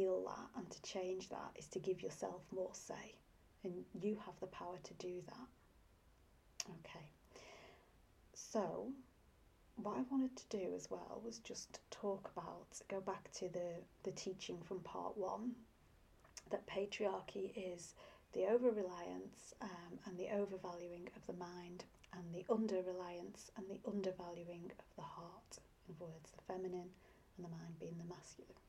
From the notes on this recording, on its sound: You may also need the sound turned up as I recorded this some time ago, without a mic!